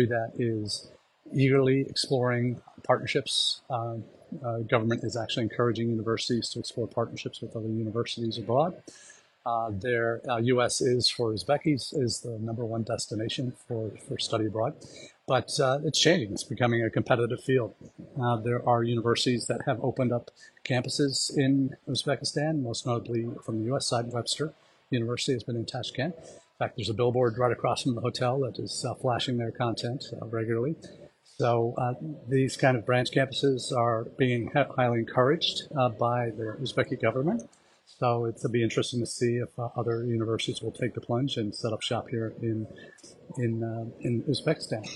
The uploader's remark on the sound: Live from Tashkent, we are doing this week’s #livechat from the South and Central Asia #EdUSAForum